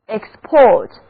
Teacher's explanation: 字母组合 or 还是读作长长的 o，而字母 e 的读音是短的 e，export，单词的重音是第二个音节